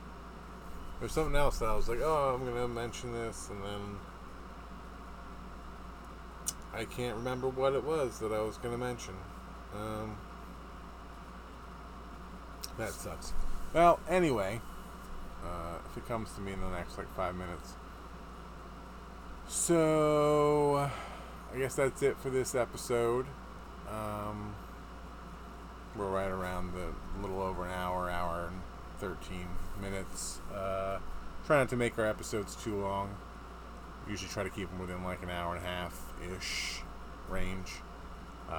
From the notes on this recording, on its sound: That noise in the background is our air conditioner.